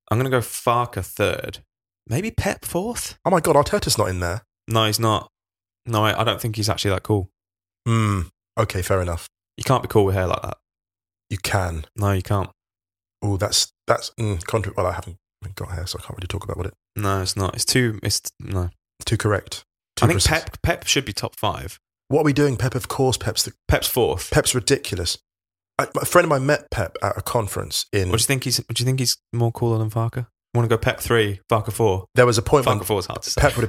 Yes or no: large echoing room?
no